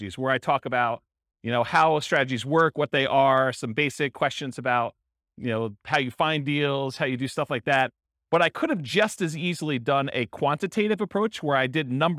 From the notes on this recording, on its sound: In Fullerton, California. This was a live class recorded.